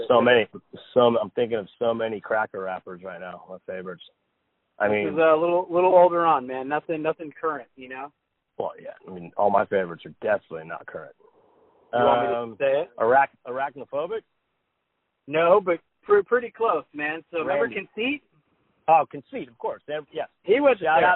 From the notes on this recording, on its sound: gets on the phone with his close friend